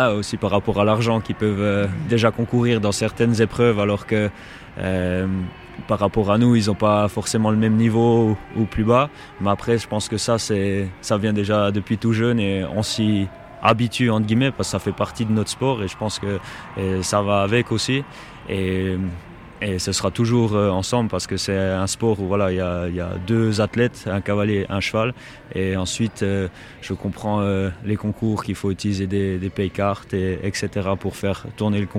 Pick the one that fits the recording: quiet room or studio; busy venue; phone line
busy venue